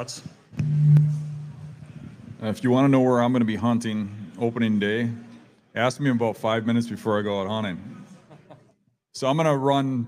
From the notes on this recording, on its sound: take questions from the audience at the Mobile Hunters Expo